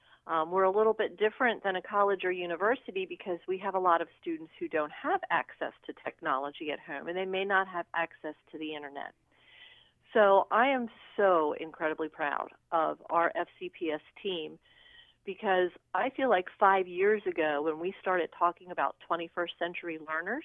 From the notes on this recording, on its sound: by phone